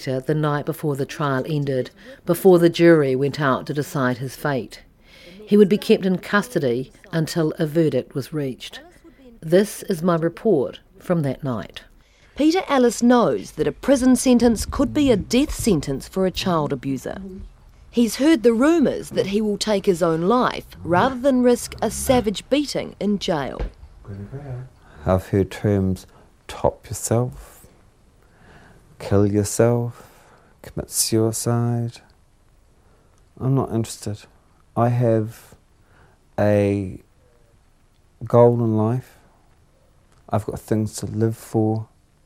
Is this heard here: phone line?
no